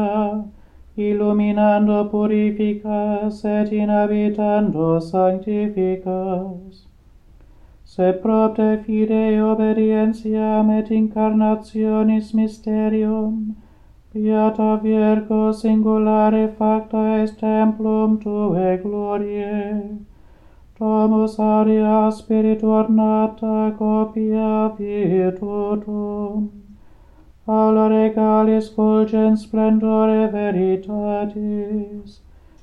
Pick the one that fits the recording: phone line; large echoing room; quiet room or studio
large echoing room